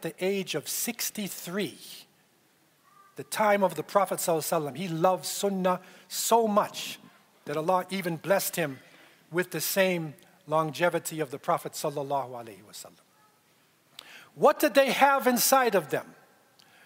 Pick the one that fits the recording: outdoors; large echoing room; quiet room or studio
large echoing room